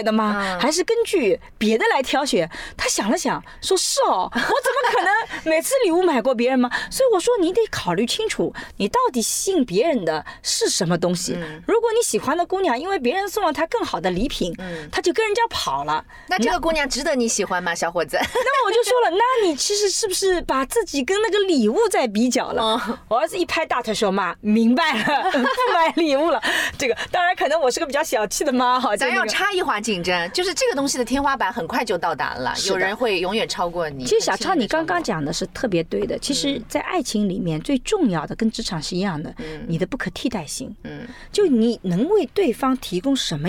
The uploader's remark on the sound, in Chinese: 这期节目是在车内完成录制的，音质居然相当棒了。